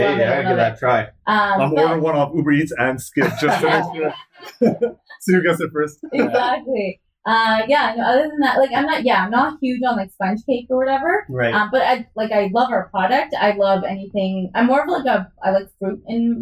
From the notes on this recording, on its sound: apologies for the mic issues on this episode as we tweaked some settings